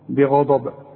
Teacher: البه اظهرها انها مكسوره والغين مفخمه مدام مفتوحه والضاد طبيعي مفخمه